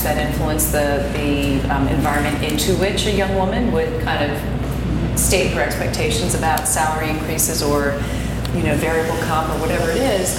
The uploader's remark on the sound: This episode features full audio from the event and a distillation of the wisdom and key insights from all of our guests.